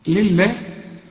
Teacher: طالما ان الله مكسورة فلفظ الجلالة هنا مرقق